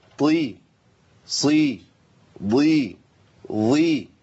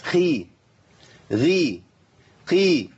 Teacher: يعني حروف الاطباق الصاد والضاد والطاء والظاء دي اقوى من القاف والغين والخاء في حال كسر